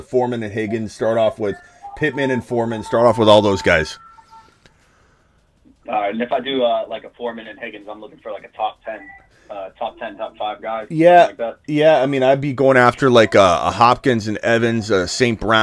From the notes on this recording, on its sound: Open Phone Lines. Answers fantasy football phone calls.